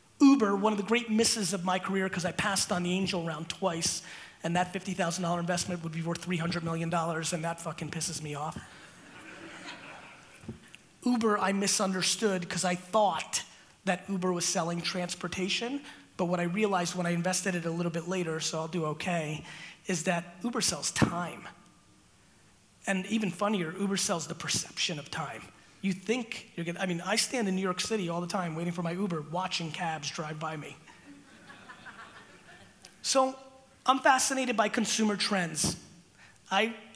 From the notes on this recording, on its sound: This keynote I gave in London was nothing but FIRE.